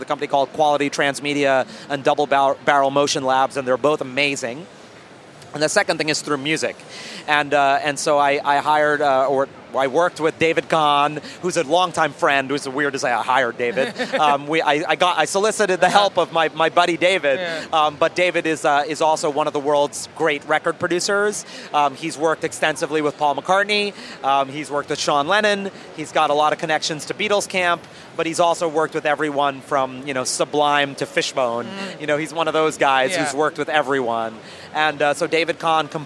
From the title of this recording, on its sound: NYCC: The Interviews